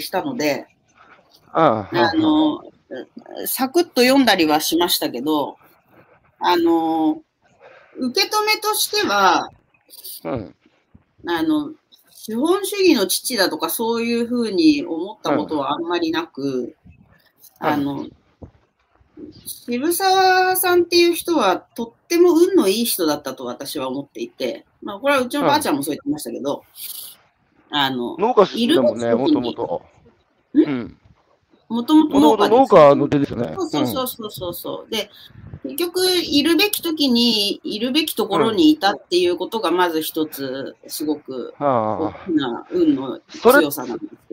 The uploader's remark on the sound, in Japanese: 歩きながら1時間、対談する。